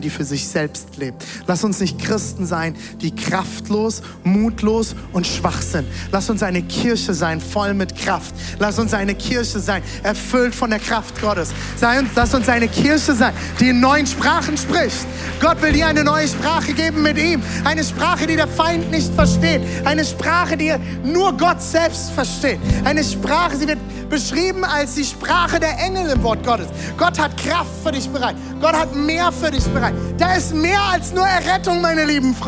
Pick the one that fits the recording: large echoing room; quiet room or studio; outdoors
large echoing room